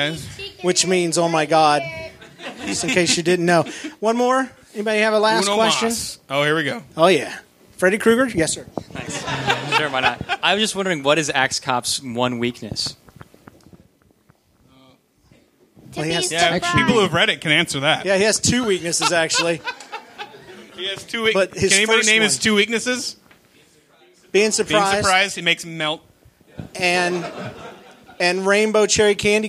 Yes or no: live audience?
yes